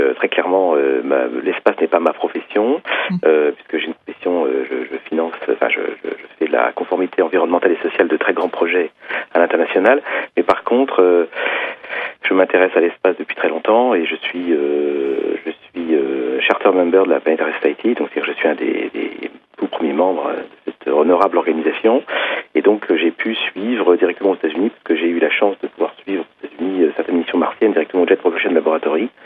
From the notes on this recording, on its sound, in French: par téléphone